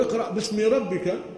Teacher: ألف مكتوبة لكن الألف هذه تحذف لفظا وتبقى رسما · Term: همزة الوصل